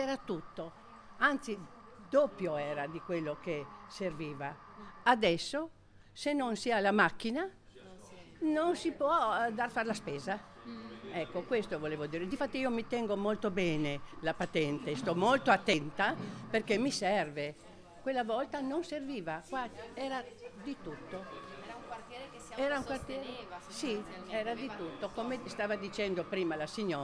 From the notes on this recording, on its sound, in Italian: Radio di Quartiere – Bar Piazzutta. Vi presentiamo il racconto audio dell’ultimo incontro a microfoni aperti della radio di quartiere del 2023!